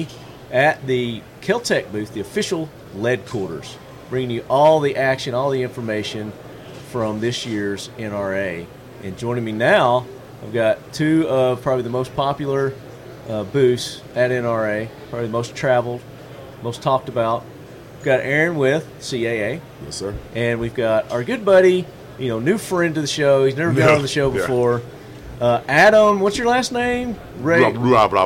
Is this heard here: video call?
no